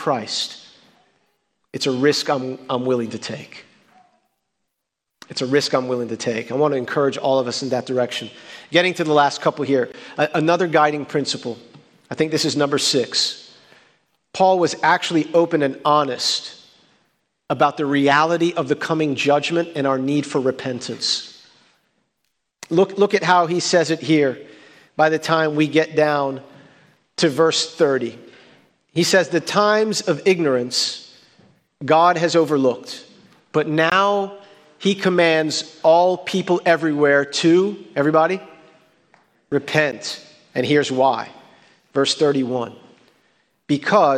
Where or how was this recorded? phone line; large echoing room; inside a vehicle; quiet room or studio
large echoing room